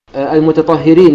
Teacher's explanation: فالتاء مع الطاء هنا ليس فيها إدغام لا للسوسي ولا لغيره من القراء